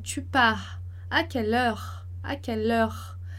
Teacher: como a fala com a fluência ela fica mais rápida, a tendência é que o R fique realmente mais suave na frase